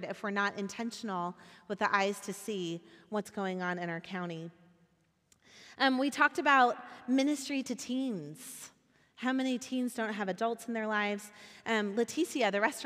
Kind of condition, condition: setting, live audience